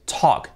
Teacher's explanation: lo importante es que la L fuera y es talk, cha, cha, con la T muy fuerte, talk.